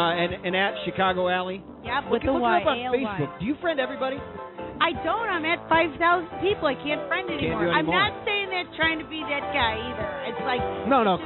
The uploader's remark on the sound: Live from the boat in the beer garden of Trader Todd's. Broadcast live on Blog Talk Radio.